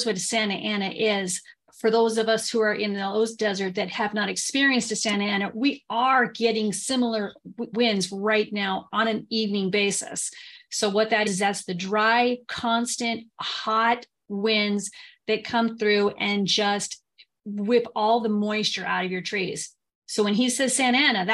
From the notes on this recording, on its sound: As we chat with our zoom audience. Live Zoom webinars.